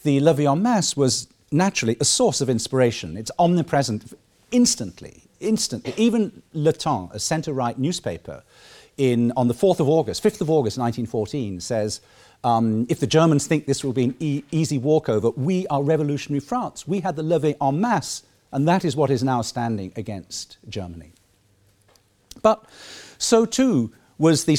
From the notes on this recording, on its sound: The 2nd Keynote of the War Time 2016 conference held 9-11 November 2016